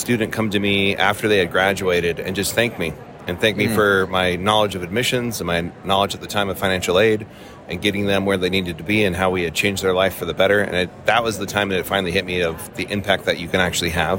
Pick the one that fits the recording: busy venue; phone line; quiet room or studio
busy venue